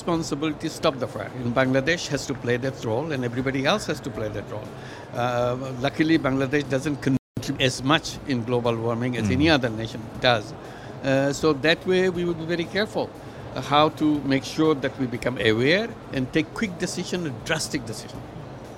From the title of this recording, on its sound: Live from IGCF 2022